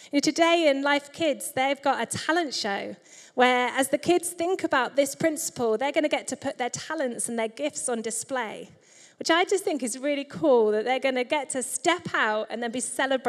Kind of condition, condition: setting, large echoing room